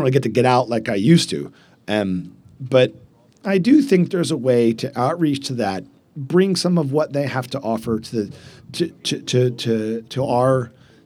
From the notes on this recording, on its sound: Live at the Eastern Shore Premier Cup